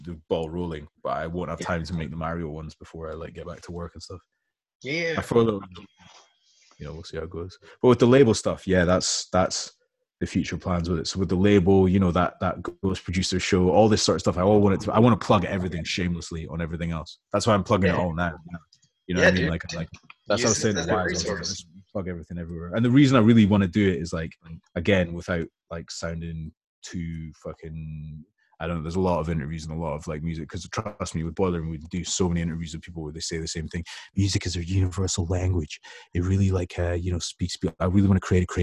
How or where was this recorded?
video call